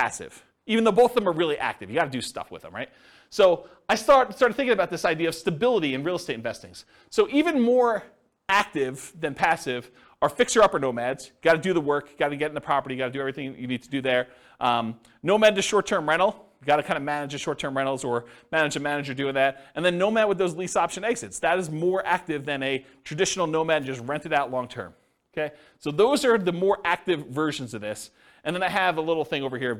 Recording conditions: live audience